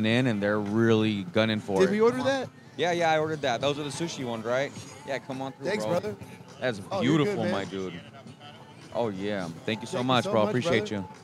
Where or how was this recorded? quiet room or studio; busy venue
busy venue